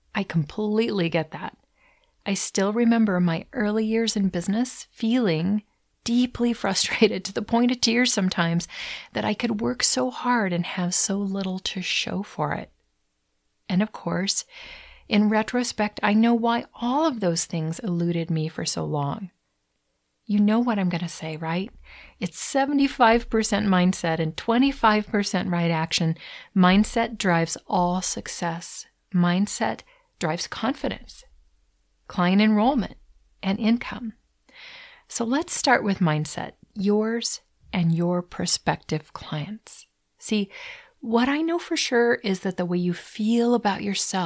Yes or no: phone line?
no